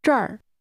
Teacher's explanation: Say here with a high falling tone.